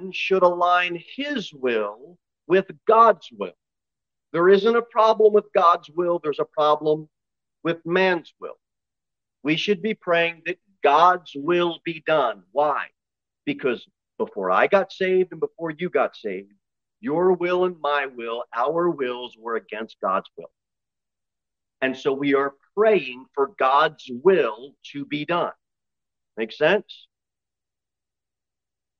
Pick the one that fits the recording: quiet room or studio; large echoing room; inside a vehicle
large echoing room